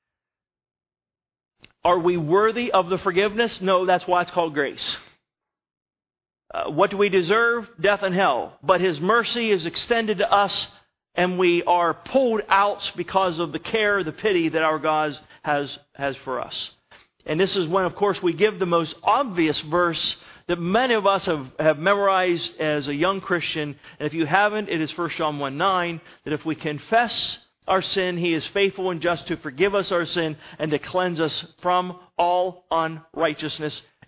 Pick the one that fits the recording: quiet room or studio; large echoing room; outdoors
large echoing room